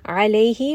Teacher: ayn is going to be from the middle of the throat. Lay, this is going to be madlin, maddan, ma, 1.5.